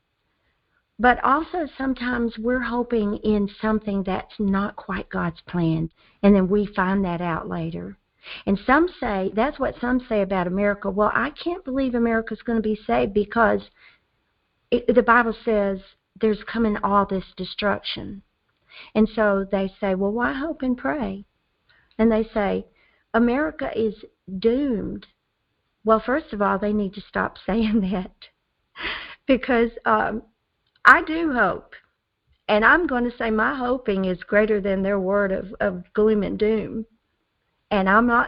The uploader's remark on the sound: Phone/Internet Prayer Conference Call